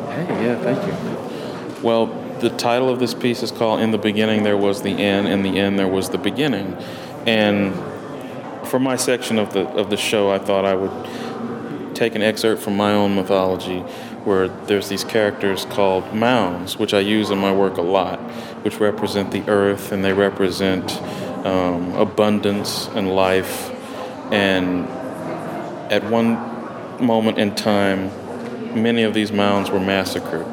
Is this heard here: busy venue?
yes